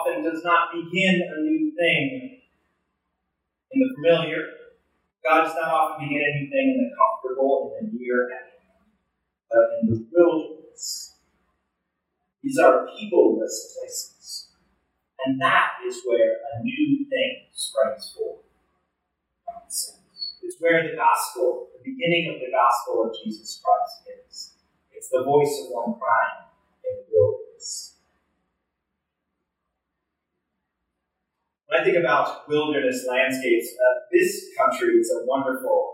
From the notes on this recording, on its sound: Recorded Sunday July 16, 2023 in the Union Congregational Church Chapel.